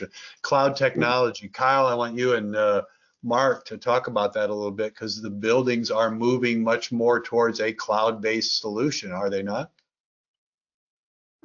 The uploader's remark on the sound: Realcomm Webinar